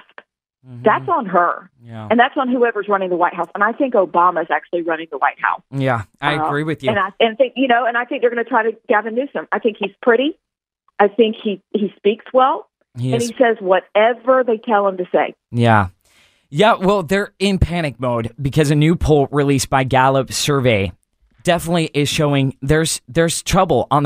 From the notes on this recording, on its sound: Called into the show for an interview.